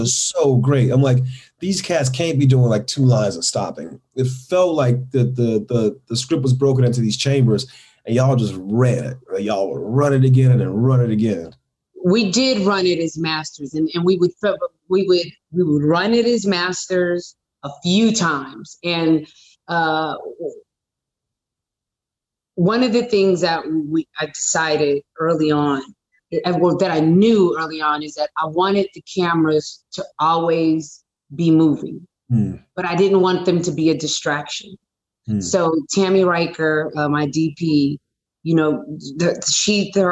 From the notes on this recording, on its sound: in a spoiler-filled virtual Q&A